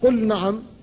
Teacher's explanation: فاللام ساكنة والنون بعدها محركة وهي مجانسة لها لكن لا ادغام، لا يجوز أن تقول قل نعم بل تقول قل نعم.